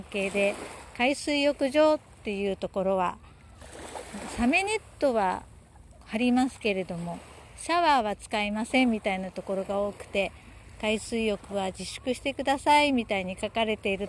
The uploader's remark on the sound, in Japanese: 海岸にて収録。思いたって収録してみました。波の音のお裾分けをどうぞ！